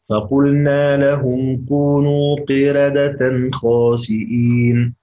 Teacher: هنرجع للإمام ورش عشان نرقق الراء في قردة. فقلنا لهم كونوا قردة خاسئين، وأيضا خاسئين كما قلنا سنقف عليها بثلاثة العرض على وجه الجواز.